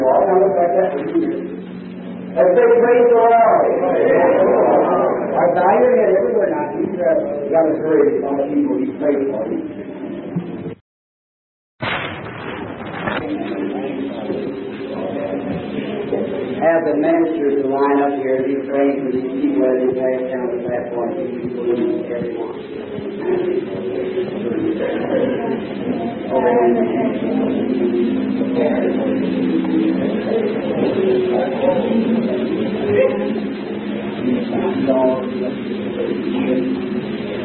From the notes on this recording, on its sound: This is a live service recording